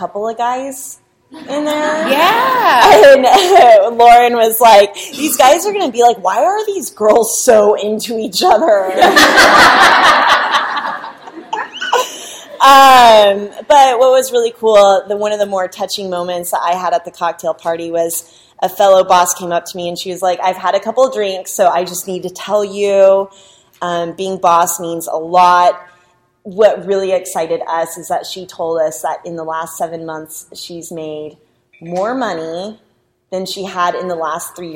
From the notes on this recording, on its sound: Live from NOLA. We recorded LIVE in New Orleans with 75 other bosses.